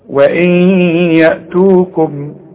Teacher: النون بعدها ي والياء من حروف الإدغام، يبقى حغن وادغم